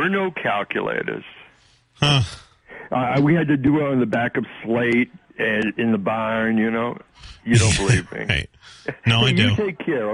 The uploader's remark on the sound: takes calls from the audience